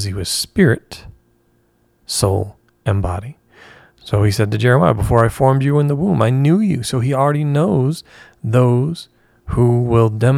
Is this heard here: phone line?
no